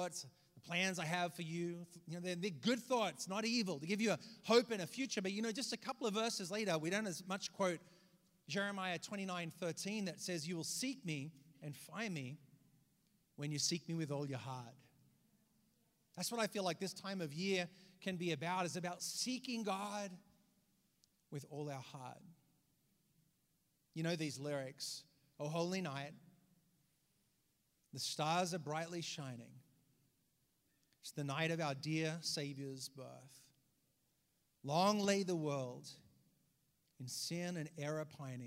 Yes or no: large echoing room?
yes